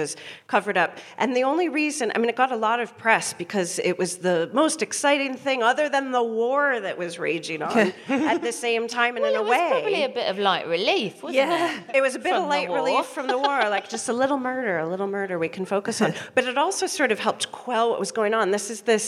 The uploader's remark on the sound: We then hear from a member of the audience